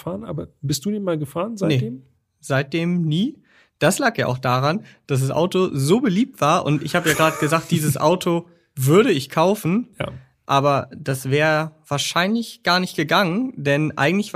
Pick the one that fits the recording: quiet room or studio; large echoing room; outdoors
quiet room or studio